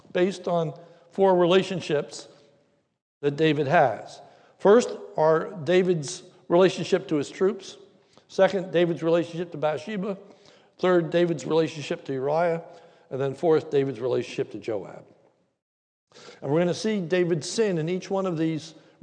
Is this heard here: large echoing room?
yes